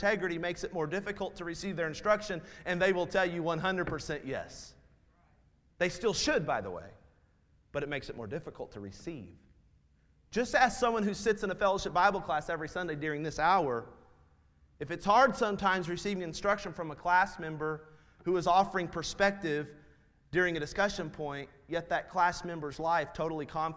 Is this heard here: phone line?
no